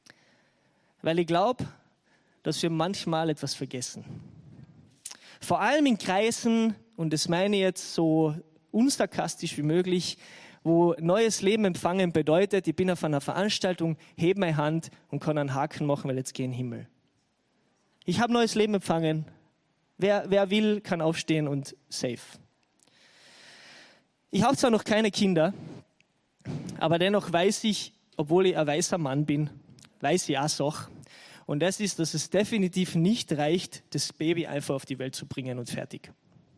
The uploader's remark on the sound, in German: Gottesdienst live aus der LIFE Church Wien.